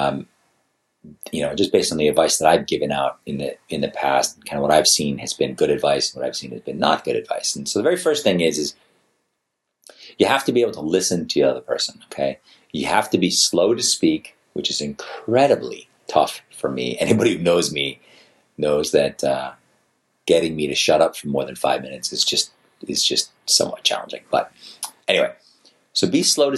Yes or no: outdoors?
no